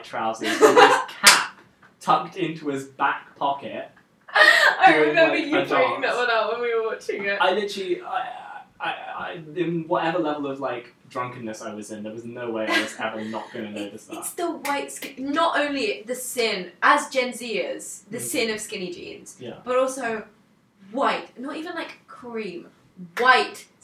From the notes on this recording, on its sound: We apologise for the audio quality in this episode. Unfortunately there was some technical issues in the studio we didn't find out about until afterwards.